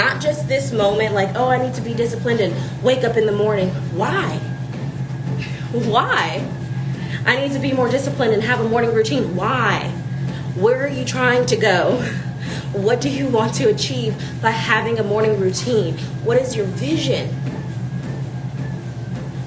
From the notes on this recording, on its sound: In this episode, I was on the treadmill. I discussed with my live audience.